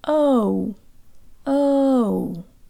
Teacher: In English, the letter O closes to an U sound.